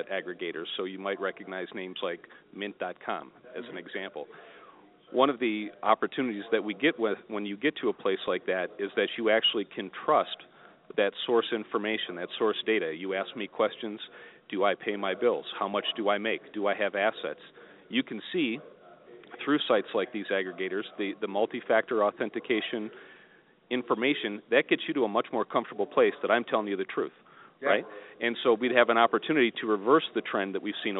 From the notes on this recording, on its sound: Broadcasting "live" from the Motivity User Conference in Denver. Interviewing various executives of mortgage companies here at the conference.